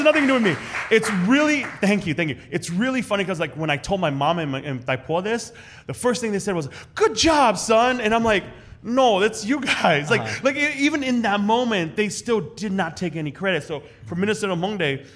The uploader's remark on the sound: This episode is a recording of our September 19th live show, which was filmed at the Union Hmong Kitchen on Lake Street in partnership with SPAM.